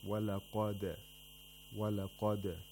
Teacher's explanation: the دال، for example, which is a letter of قلقلة، is pronounced with the sound of that letter bouncing off from its place of articulation, like this, ولقد، ولقد.